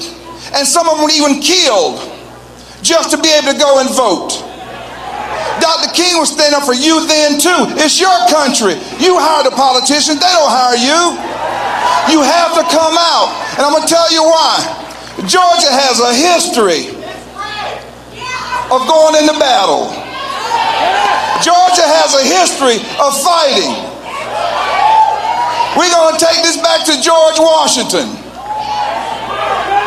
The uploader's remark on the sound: in Georgia today for "STOP THE STEAL" Rally LIVE